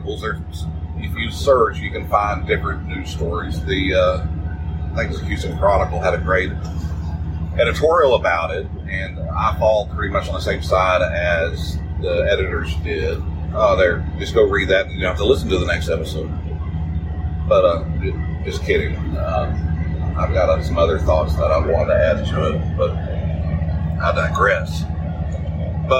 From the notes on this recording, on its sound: Special Edition from the Field. This is an unscheduled episode recorded without notes from work. I apologize for the bad sound quality.